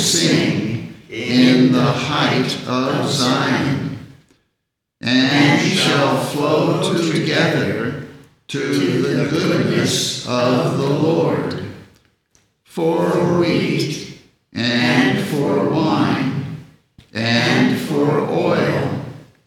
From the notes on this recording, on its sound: The Sunday service audio from December 31st, 2023